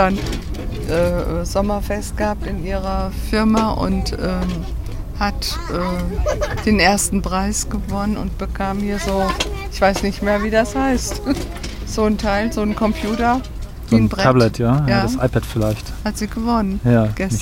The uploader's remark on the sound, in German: Bewaffnet mit dem "Prengel"-Mikrofon - in einen Zug begeben. Aufgenommen zwischen Hamm und Hannover, am einem Samstagnachmittag im ICE.